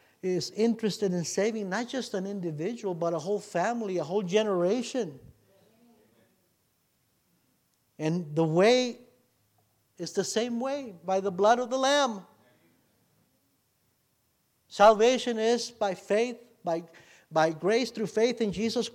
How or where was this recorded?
large echoing room